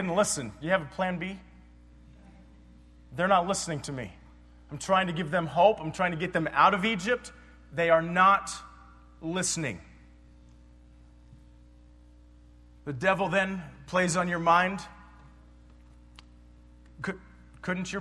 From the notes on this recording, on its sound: PREACHED IN 2010 EAST COAST BIBLE CONFERENCE